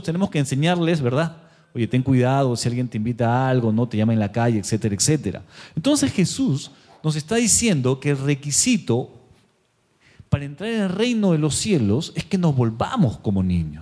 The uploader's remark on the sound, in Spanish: Presentado en vivo el domingo 6 de agosto de 2023 Este podcast es la retransmisión de la reunión de iCafe de cada domingo. Mariscal Sucre 317, Barranco.